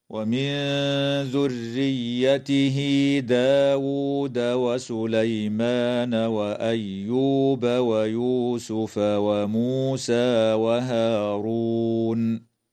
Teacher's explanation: إخفاء حقيقي للنون الساكنة عند الذال